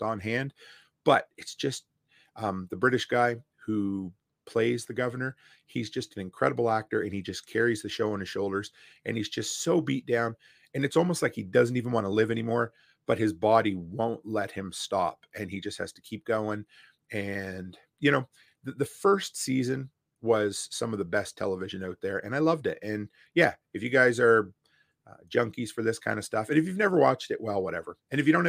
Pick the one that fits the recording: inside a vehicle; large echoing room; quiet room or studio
quiet room or studio